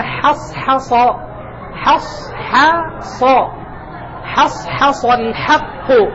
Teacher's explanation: قالت امرأة العزيز الآن حصحص حا حا خطأ، أنا أريد حا حا من غير تفخيم